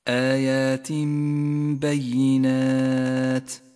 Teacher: مطلع سورة النور نبدأ بحكم الإقلاب في قوله تعالى آيات بينات التنوين وبعده حرف الباء يقلب التنوين إلى ميم تغن الميم بمقدار حركتين